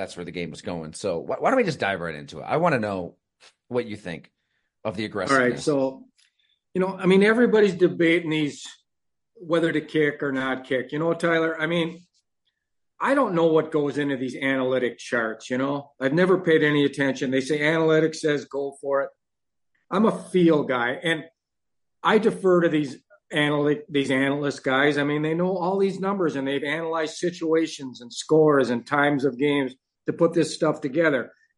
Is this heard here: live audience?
no